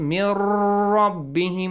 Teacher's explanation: If someone says mir rabbihim, he's like stretching the sound, doing the ghunnah. Mir rabbihim, that's wrong.